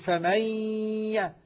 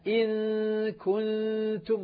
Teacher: غنة الإدغام مشددة وغنة الإخفاء غير مشددة